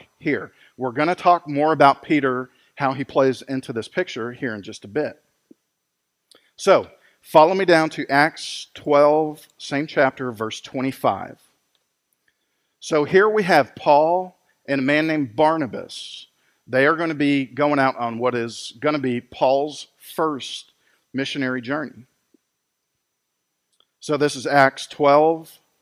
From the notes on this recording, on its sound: Recorded live at Freedom Fellowship Church in Tontitown, Arkansas on Sunday, September 20, 2020.